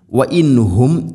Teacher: സാക്കിനാ നൂന് ശേഷം ഹ വന്നാൽ ഇസ്ഹാർ, മണിക്കരുത്, വെളിവാക്കി ഉച്ചരിക്കണം നൂനിനെ.